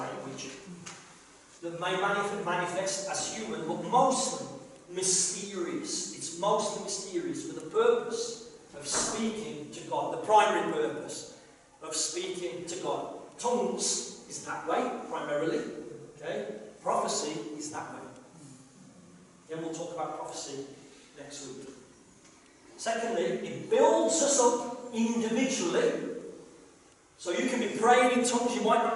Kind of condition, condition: fault, poor sound quality